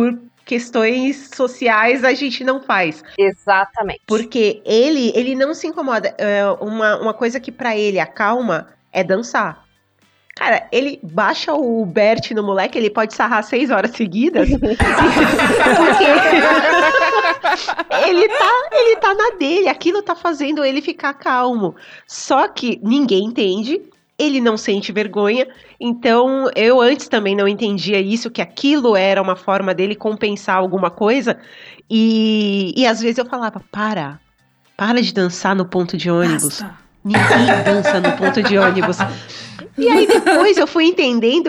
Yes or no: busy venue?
no